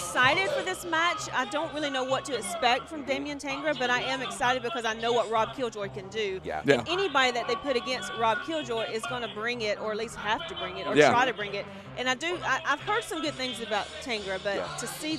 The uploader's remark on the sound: the LIVE SHW58 Year Of Honor Pre-Show from The Action Building in Canton, Georgia!